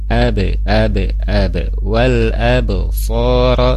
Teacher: di wal absara di sana ada qalqalah sughra, pantulkan